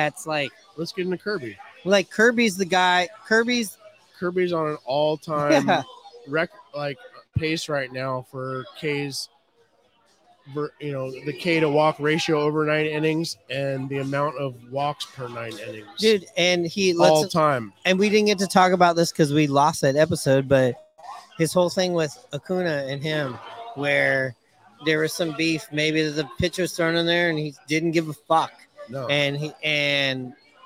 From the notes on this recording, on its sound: Live from Hooverville Bar!